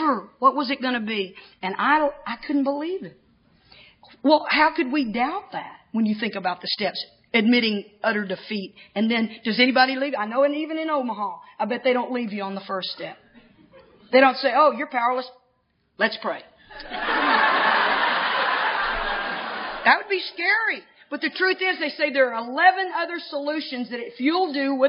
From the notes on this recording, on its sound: speaking at the eighth annual Cornhusker Roundup in 2005